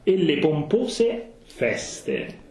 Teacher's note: With the closed O and the unvoiced S.